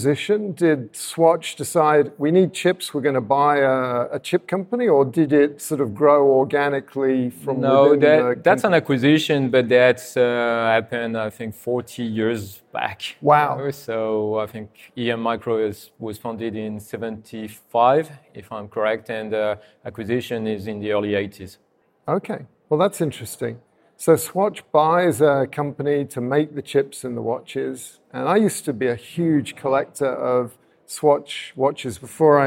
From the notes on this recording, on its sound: Recorded at the AIPIA SHOW in Amsterdam